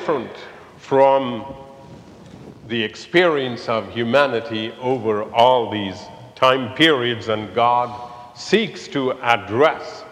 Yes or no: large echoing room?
yes